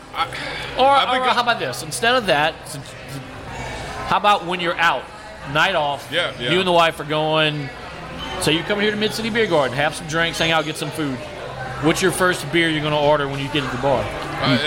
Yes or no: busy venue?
yes